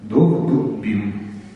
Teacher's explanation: То есть основа дуб с двойным Б и с У. А в единственном числе Б теряет двоение и заодно теряет смычность.